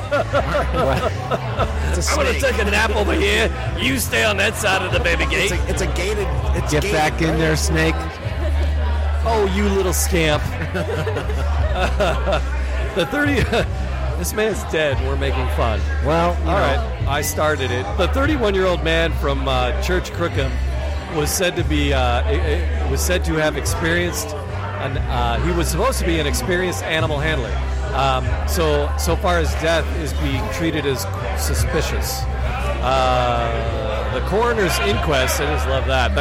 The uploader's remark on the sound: Live from the Podcast Detroit Meetup at a bar.